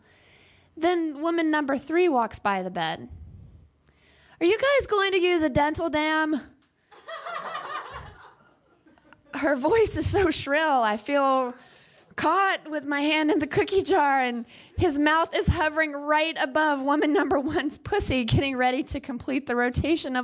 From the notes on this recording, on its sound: Yet another night of Erotic Open Mic at San Francisco's OneTaste. As the players take the stage and share their sensual stories and songs.